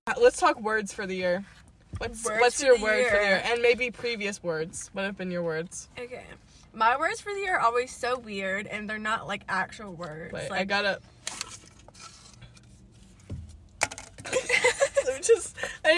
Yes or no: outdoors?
yes